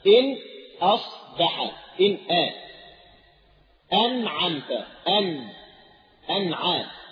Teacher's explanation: إخراج الحرف من مخرجه من غير غنة · Term: الإظهار